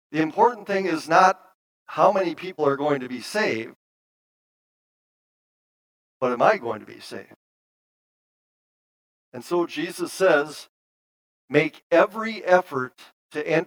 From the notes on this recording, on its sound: Bethany, Appleton, WI. Preached this sermon at Bethany's Sunday worship on August 21, 2022.